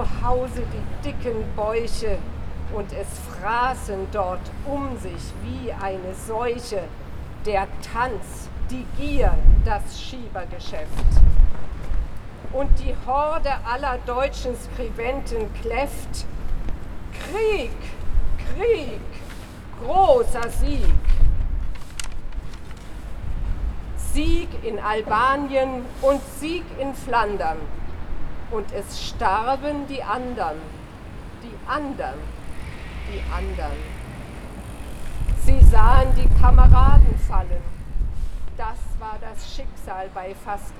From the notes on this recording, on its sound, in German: Friedenskundgebung Müllheim, 8. April 2022. Etwa 15 Friedensaktivistinnen und Aktivisten vom Müllheimer Friedenskreis mahnten bei starkem Wind und wenig Laufpublikum zum Ende aller bewaffneten Konflikte.